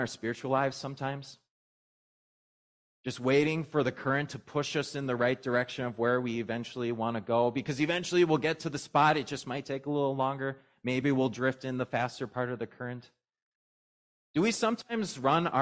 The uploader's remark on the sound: was preached at Grace of God Lutheran on Trinity Sunday, June 4, 2023